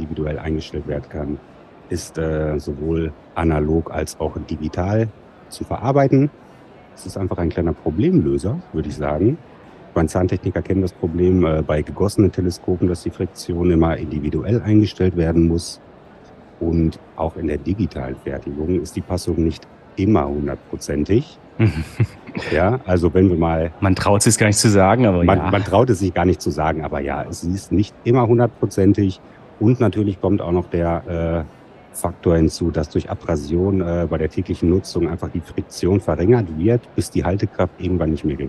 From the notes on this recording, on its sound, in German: Live auf der IDS 2023 nehmen wir Special Editions von Dental Lab Inside auf.